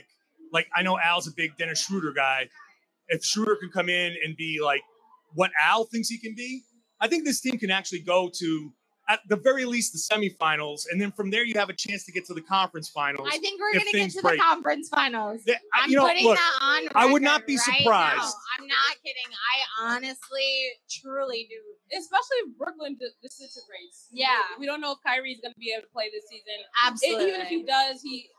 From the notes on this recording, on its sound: LIVE from The Greatest Bar in Boston